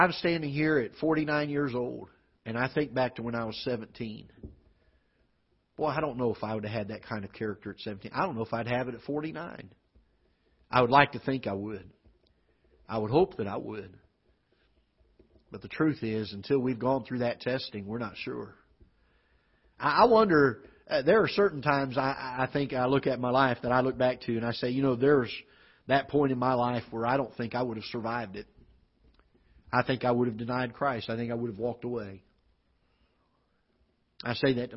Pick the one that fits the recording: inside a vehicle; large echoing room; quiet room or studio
large echoing room